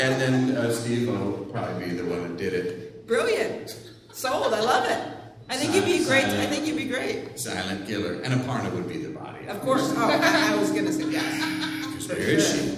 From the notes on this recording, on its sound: Live from the The PIT Underground in NYC